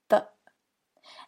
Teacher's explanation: So the T-H sound is the voiced T-H sound.